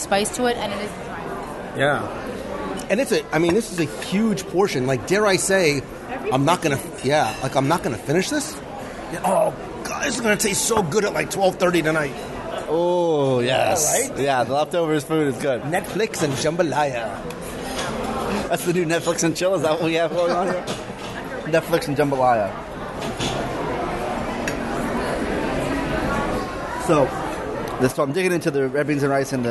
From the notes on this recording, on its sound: Join me at the dinner table this week for a live review of Boatwright’s Dining Hall at Disney’s Port Orleans Riverside Resort.